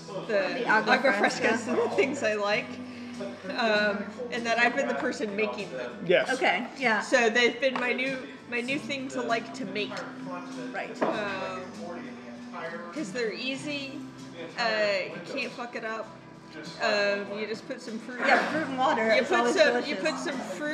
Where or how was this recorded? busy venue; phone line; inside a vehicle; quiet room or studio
busy venue